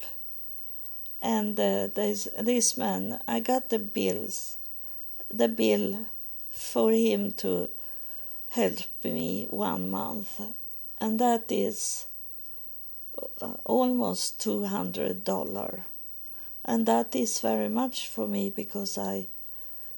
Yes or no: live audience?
no